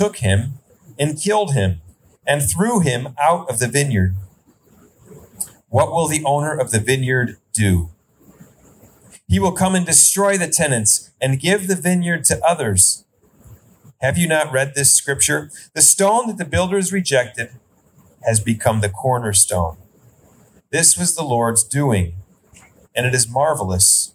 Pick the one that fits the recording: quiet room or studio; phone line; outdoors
outdoors